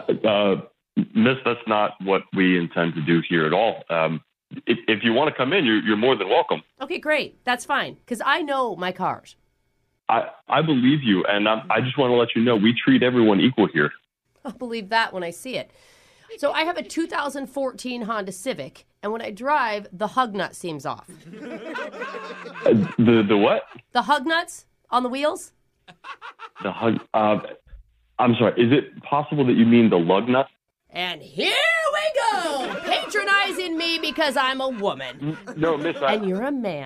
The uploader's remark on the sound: Phone Tap. Is calling an auto body shop.